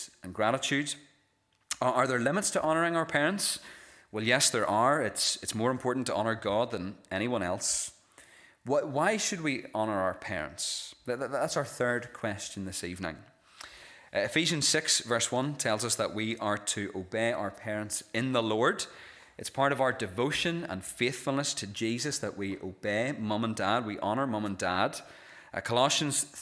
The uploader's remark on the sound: This is the recording of the Bible reading and sermon from our evening service on Sunday 14th January 2024.